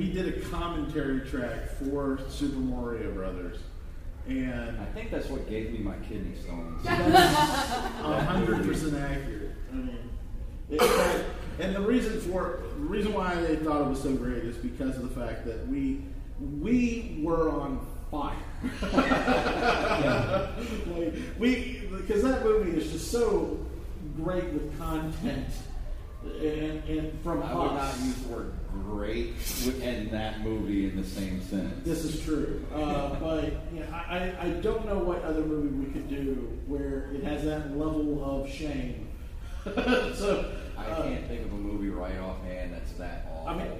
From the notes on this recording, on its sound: Live Panel from Gulf Coast Fan Fest 2018. Gulf Coast Fan Fest in Biloxi, MS.